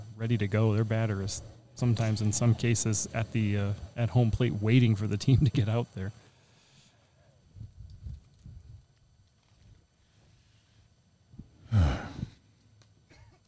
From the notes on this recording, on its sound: MVBBF in Frankenmuth. From the Michigan Vintage Base Ball Festival back in June.